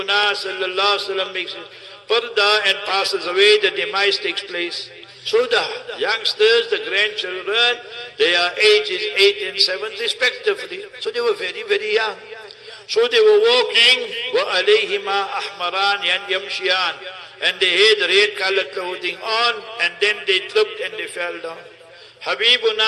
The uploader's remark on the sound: Jumah Lecture At Soofie Masjid Glenearn Road (Overport)